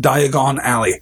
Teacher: I have put the stress on the last syllable of Diagon